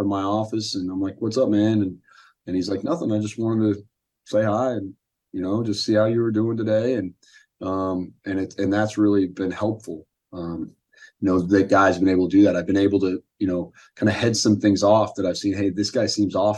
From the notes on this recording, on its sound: SBC Zoom Call.